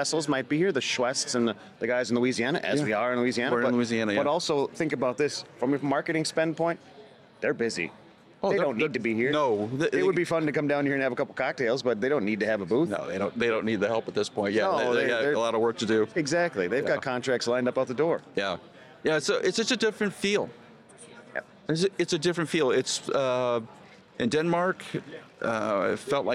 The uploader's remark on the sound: Live From New Orleans – American Clean Power 2023. When you get to see everybody on the show floor.